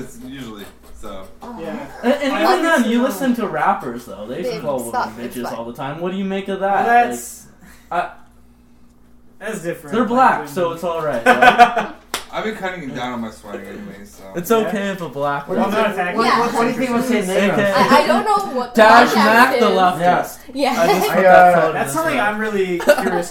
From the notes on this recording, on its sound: we had a going away party and recorded a 2 part episode of it